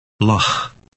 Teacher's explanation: Dutch L is similar to an English L, except that the tongue is slightly more forward.